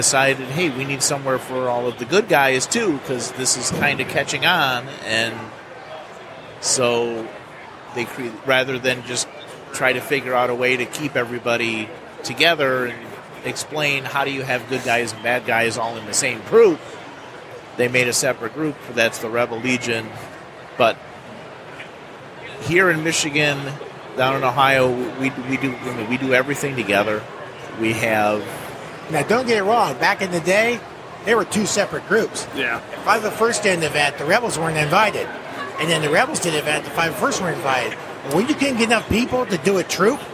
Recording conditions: busy venue